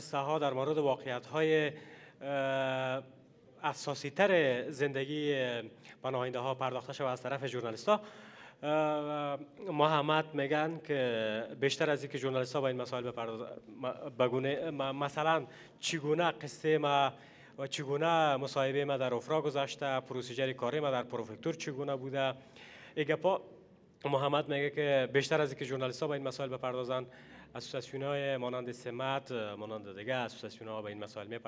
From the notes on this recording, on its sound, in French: nous nous questionnons en public à la Générale